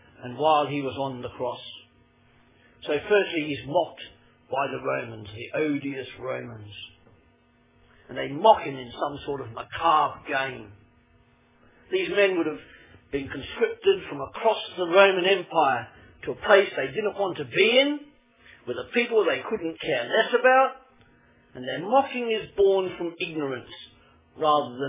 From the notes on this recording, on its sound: Originally preached at Poulner Chapel 25 March 2012